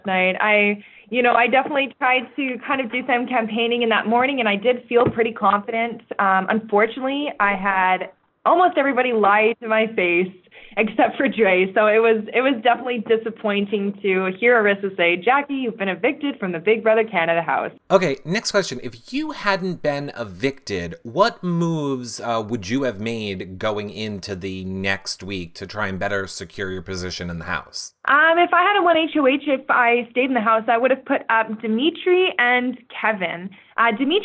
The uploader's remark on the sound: This is our phone interview with the victims of the TRIPLE EVICTION from Big Brother Canada season 5!